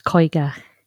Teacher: The ch sound comes from the back of the throat